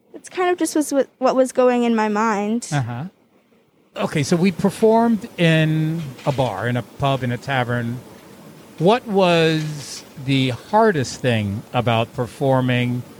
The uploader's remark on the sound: In this energetic conversation outdoors amongst the busy comings and goings of a Fort Green Brooklyn sidewalk coffee shop (Hungry Ghost).